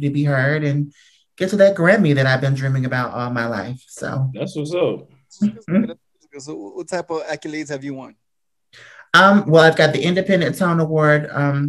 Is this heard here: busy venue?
no